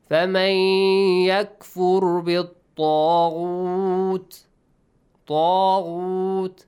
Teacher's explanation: So, here طَا has an alif. Alif mad, make sure you pronounce it with a heavy sound because it's a heavy letter.